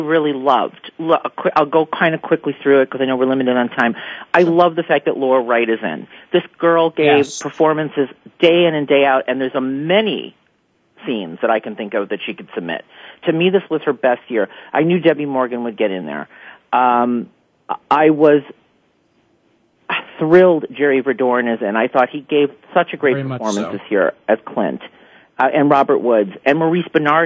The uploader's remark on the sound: Soap Central Live is opening the phone lines to fans.